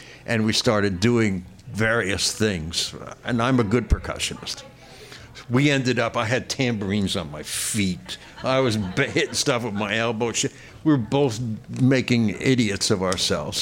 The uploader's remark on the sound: At a live event at Gman Tavern.